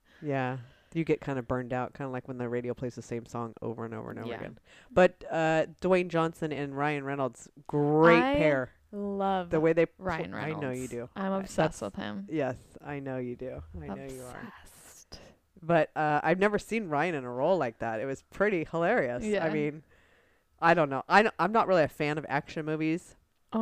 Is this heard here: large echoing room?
no